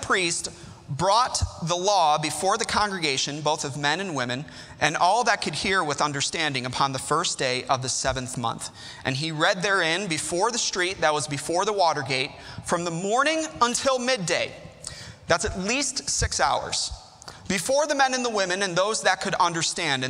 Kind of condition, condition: setting, large echoing room